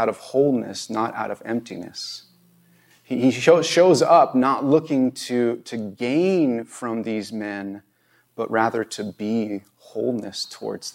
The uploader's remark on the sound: This Video was recorded on September 18, 2022 at Bethel Church in Ridgefield, Wa.